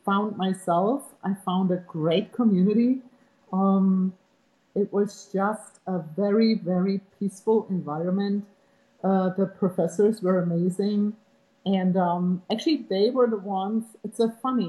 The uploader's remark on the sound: Had some challenges with recording this episode, fault's from the video conferencing app, please bear with us!